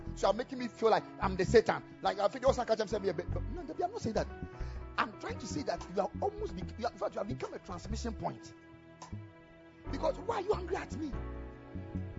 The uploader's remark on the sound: Preached at the Ekklesia Campus.